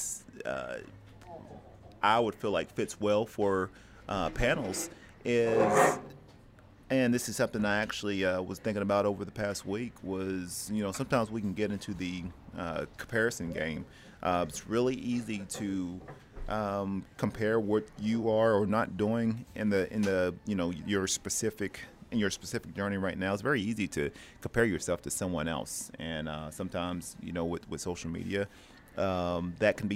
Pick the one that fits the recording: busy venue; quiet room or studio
busy venue